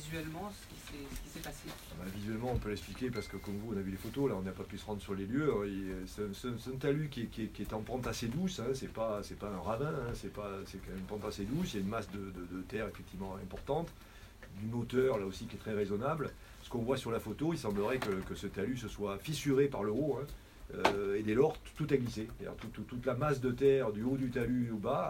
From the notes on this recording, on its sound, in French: Extraits de la conférence de presse qui s'est tenue à la mairie d'Ingenheim.